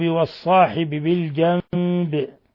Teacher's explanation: حيث قلبنا النون ساكنة ميما مخفى · Term: إقلاب